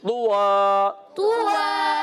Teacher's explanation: دو زبر کی تنوین کو ہم نے الف سے بدلنا ہے، ٹھیک ہے، اور طو کو موٹا رکھنا ہے